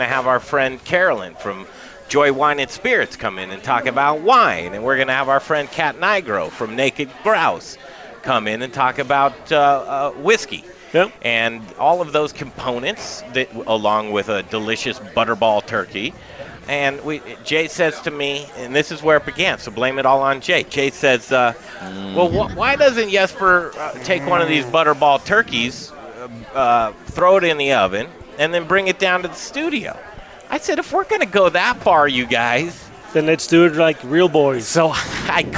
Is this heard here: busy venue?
yes